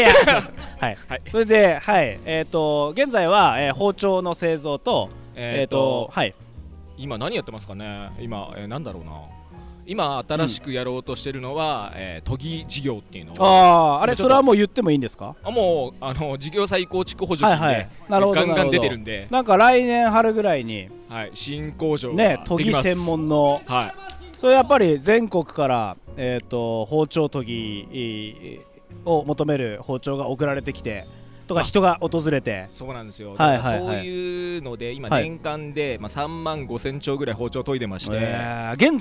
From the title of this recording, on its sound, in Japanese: 公開収録2日目！